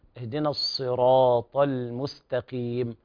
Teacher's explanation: لابد من تفخيم الصاد هنا